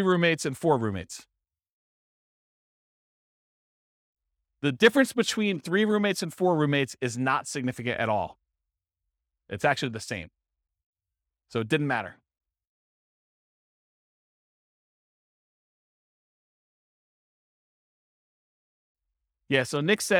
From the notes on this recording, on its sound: This was a live class recorded